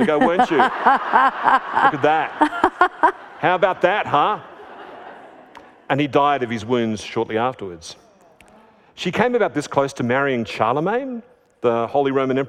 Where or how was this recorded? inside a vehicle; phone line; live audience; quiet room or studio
live audience